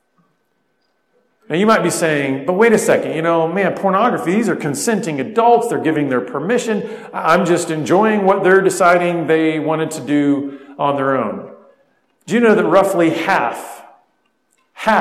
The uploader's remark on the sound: spoke at a men's conference